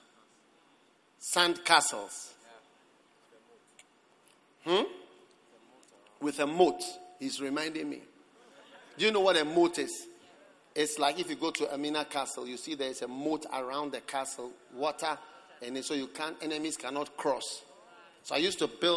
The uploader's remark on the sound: Preached at the Prophetic Encounter Service.